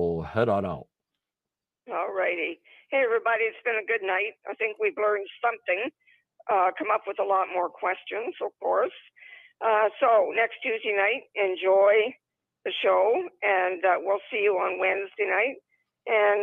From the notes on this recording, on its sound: ON THE PHONE